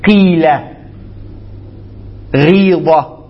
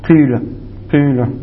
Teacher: ضم الشفتين مع التلفظ بالكسر · Shown in: second take · Term: إشمام